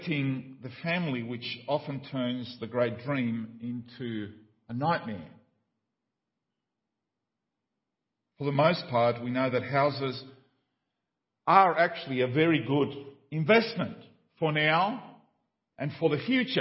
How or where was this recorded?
large echoing room